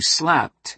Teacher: The voicelessness of the T in slapped matches the voicelessness of the P in slapped because they are the same voicelessness.